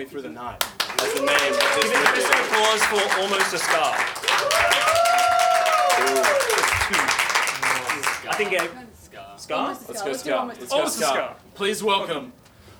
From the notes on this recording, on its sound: Recorded LIVE at The Factory Theatre during the Sydney Fringe Comedy Festival.